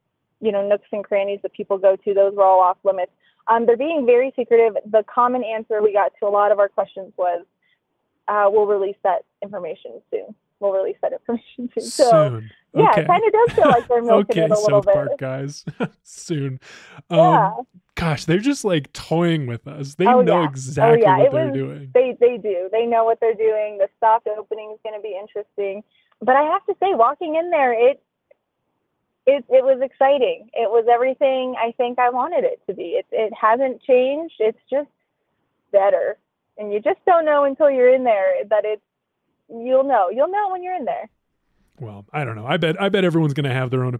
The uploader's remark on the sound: Got a sneak preview of the new Casa Bonita this morning, and she’s calling in from that strip mall parking lot in Lakewood.